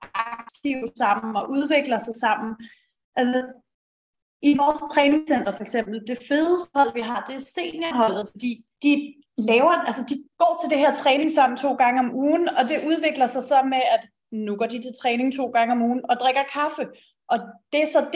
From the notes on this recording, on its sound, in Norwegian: På forhånd beklager at lyden hakker en gang imellem under episoden